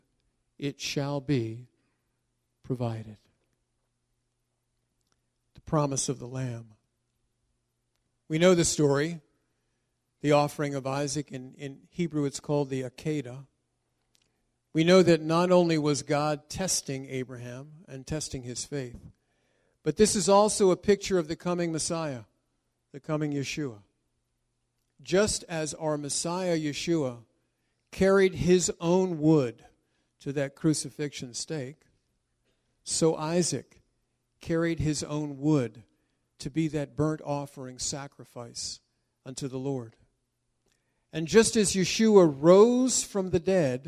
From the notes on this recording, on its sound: This was recorded during a “shortened” service that occurred before the yearly Congregational Seder.